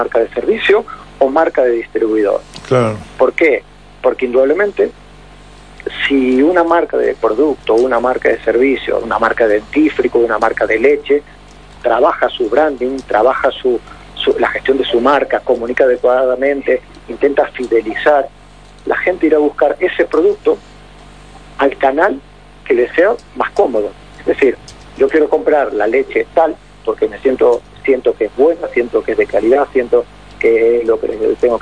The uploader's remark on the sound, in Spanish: durante una entrevista telefónica con Radio Mitre de Mendoza